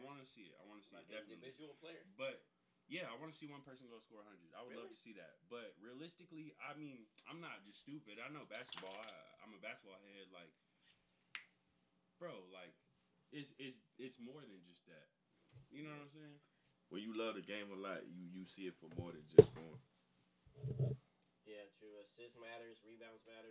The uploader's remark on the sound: Technical Difficulties